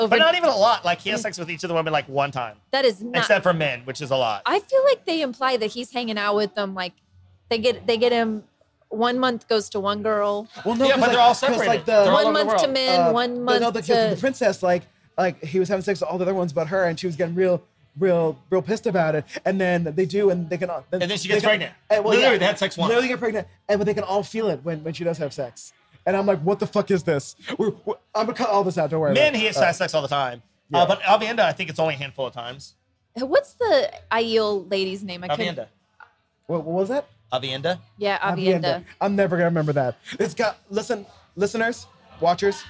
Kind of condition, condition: setting, busy venue